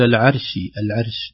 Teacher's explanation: نرقق العين ونفخم الراء ساكنة بدون قلقلة